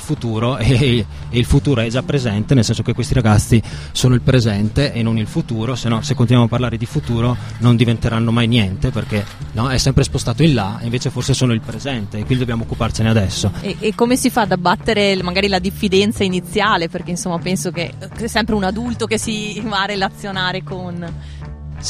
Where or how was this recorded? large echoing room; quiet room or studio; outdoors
outdoors